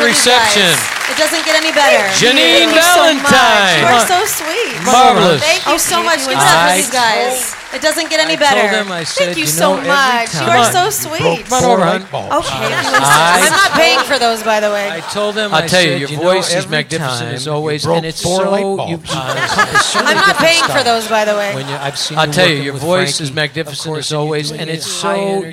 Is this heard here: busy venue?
yes